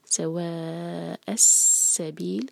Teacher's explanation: سین پر whistling sound آنا چاہیے، اور بیل چار حرکہ ہوگا، مد عرق لی سکون.